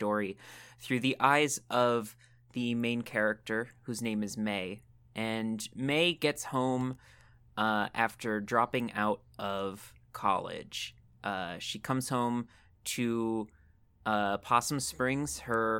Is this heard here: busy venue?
no